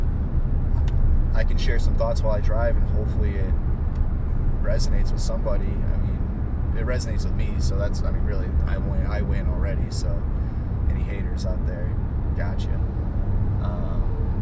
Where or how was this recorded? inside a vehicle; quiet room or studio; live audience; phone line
inside a vehicle